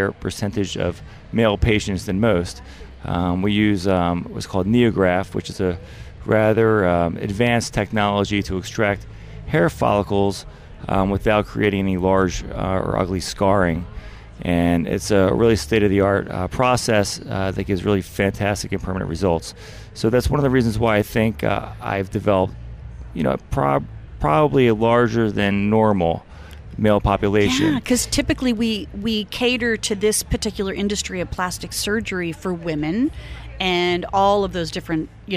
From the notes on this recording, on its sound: BEaUty Inside and Out was Live at Aesthetic Everything Show in Scottsdale, AZ.